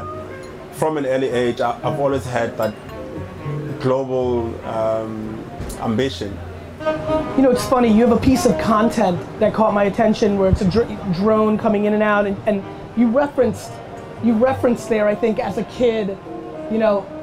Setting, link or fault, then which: setting, outdoors